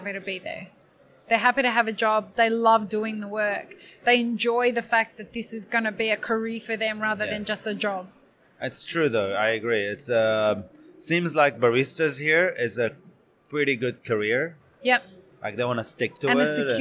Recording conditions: busy venue